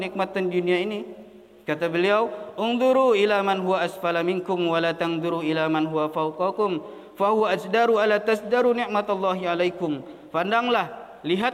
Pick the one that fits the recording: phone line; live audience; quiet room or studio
live audience